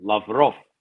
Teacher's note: emphasis is on the last syllable